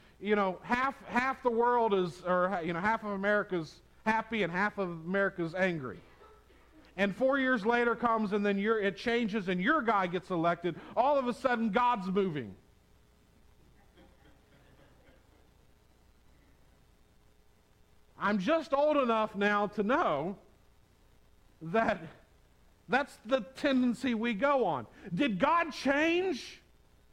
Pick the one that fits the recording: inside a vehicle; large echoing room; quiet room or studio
large echoing room